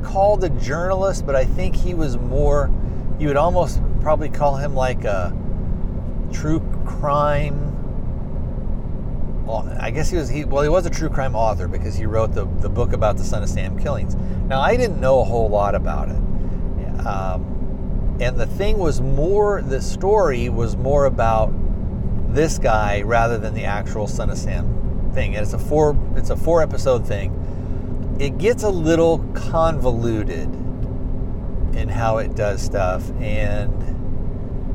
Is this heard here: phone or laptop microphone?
yes